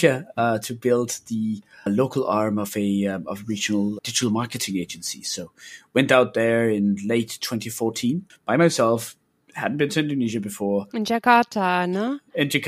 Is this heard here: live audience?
no